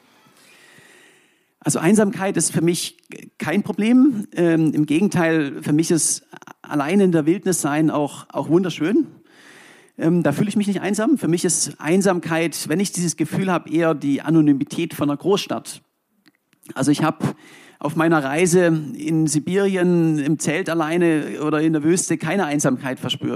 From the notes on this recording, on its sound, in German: aufgezeichnet beim ZEIT ONLINE Podcast-Festival in Berlin am 11.